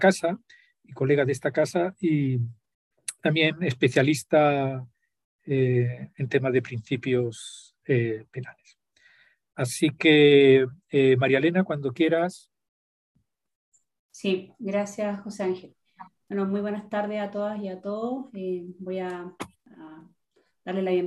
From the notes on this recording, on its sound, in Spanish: Actividad organizada por la Facultad de Ciencias Jurídicas y Sociales de la Universidad Austral de Chile y por el Instituto de Ciencias Penales. La presentación online se realizó.